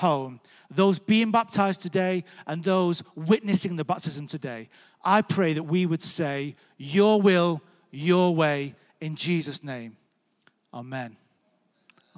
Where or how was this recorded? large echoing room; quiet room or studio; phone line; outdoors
large echoing room